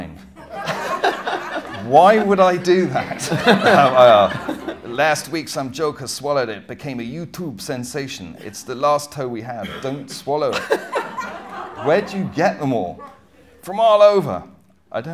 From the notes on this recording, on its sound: Chat in front of a live audience at The Good Life Experience.